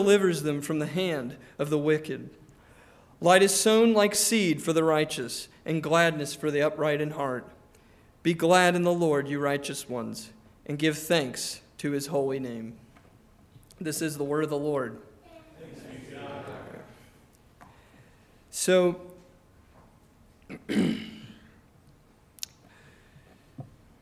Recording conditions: large echoing room